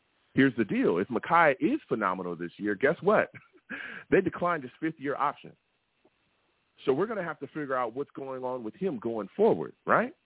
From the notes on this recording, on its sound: I take live callers!